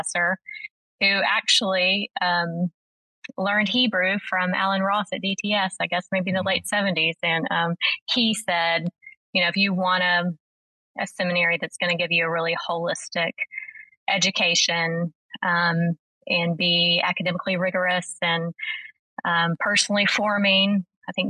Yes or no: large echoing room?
no